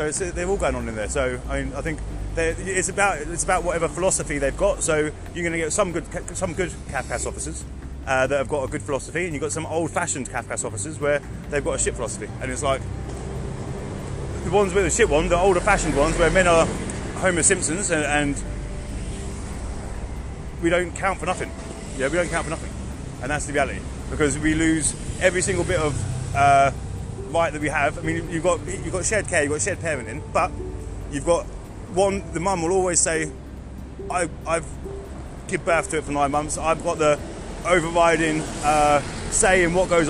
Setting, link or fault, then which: setting, outdoors